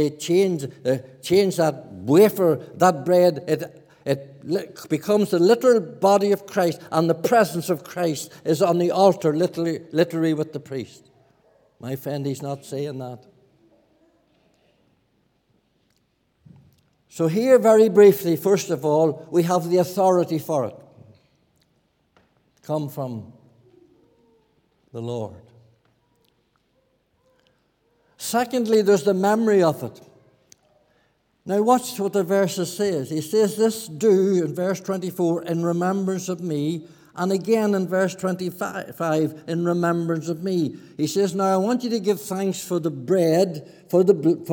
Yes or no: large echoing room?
yes